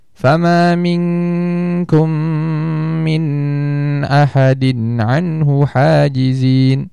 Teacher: Dia memberikan miqdar al-ghunnah di sini kamilah atau bahkan lebih dari 2 harakat. Ini termasuk sebuah kesalahan.